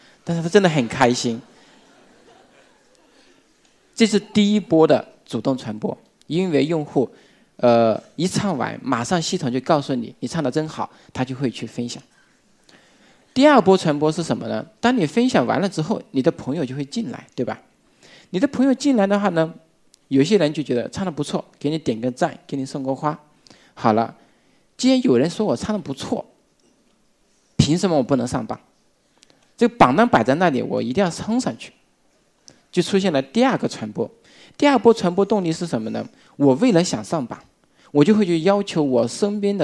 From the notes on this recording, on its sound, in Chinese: 一席现场